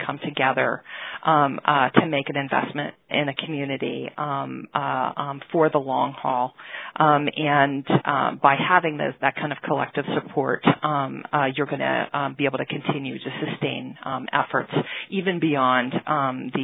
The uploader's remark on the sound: In this call recording you’ll hear from individuals representing organizations large and small